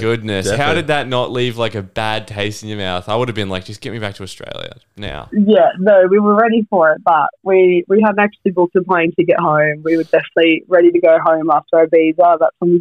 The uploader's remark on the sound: Today we have 5 listeners call